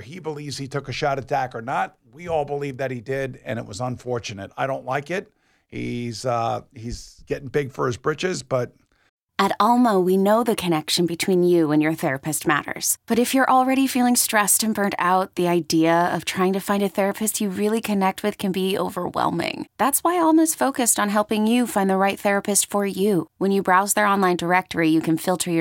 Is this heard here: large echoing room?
no